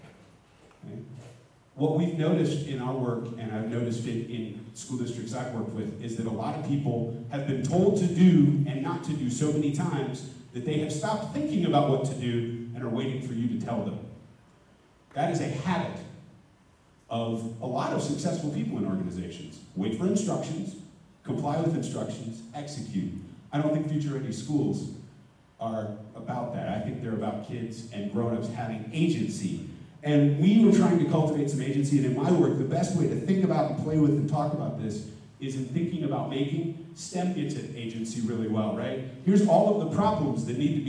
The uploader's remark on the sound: Future Ready Schools Denver Summit Keynote (Audio Only).